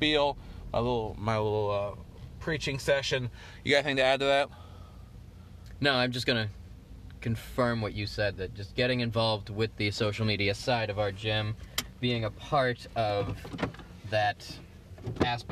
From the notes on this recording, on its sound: Do our first podcast in the car.